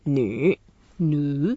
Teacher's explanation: 女 is a third tone. You go down a little bit and up.